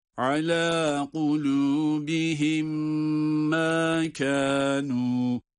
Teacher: burada da medler, meddi tabi olarak birer elif miktar uzatılır